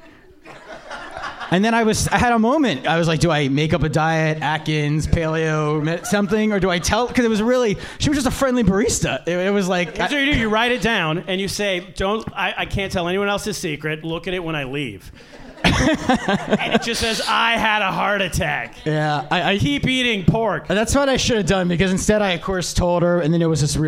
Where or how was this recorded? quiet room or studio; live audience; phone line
live audience